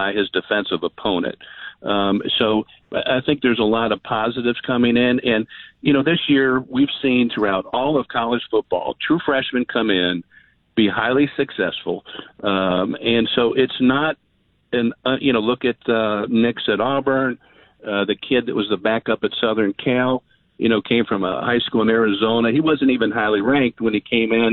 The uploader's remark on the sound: Taking more of your phone calls.